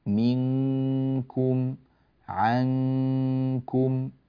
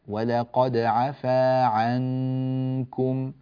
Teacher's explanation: طيب، أنبهك يا بني إلى النون الساكنة إذا جاء بعدها حرف الكاف. منكم عنكم، اجعل لسانك في الخلف يلتصق بمخرج الكاف